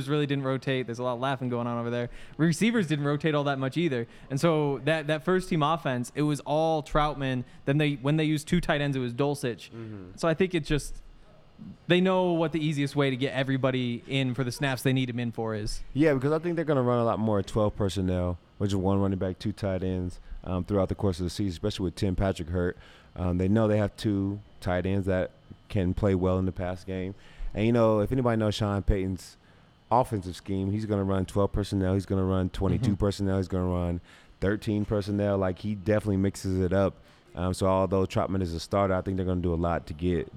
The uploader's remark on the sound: coming to you LIVE from the DNVR Bar